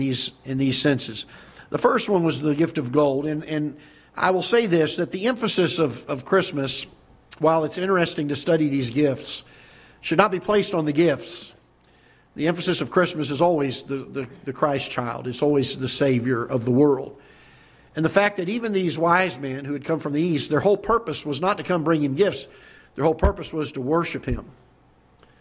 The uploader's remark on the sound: Ketha Heights Baptist Church ~ Live Broadcast